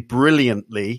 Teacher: the tongue goes into the position, but it doesn't aspirate the tea. · Term: Unaspirated